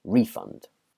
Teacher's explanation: So the noun, the emphasis is on the first half, refund.